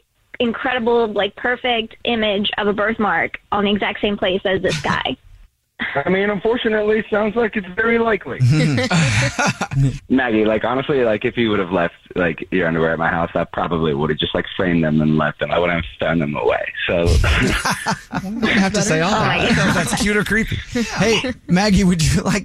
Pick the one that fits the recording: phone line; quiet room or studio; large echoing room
phone line